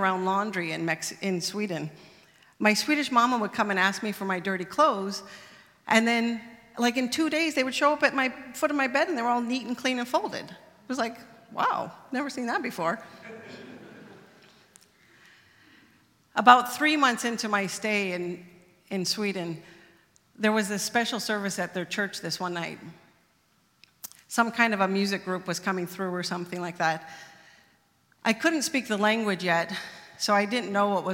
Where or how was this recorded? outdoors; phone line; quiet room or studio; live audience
live audience